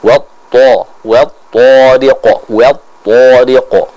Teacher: Maka yang harus kita perhatikan adalah bagaimana kita menebalkan bacaan dari huruf ta tersebut. Karena huruf ta adalah huruf yang disifati dengan sifat itbaq. Artinya apa? Dia punya tingkat ketebalan yang sangat tinggi